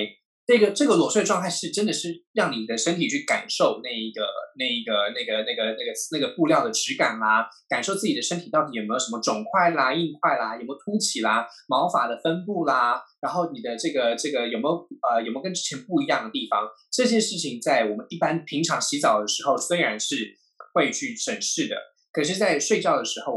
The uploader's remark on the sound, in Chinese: 本集採遠距錄音，因網路問題，時有斷訊、音訊不良或是雜音狀況產生。